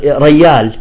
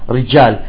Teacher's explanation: لأنه المخرج واحد، فالياء قريبة من الجيم تطلع بدالها · Shown in: first take · يعني ما بيكلف نفسه أنه يضرب لسانه بسقف الحلق فتطلع ياء.